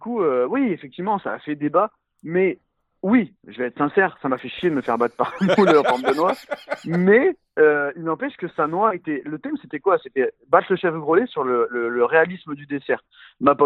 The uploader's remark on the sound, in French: Au téléphone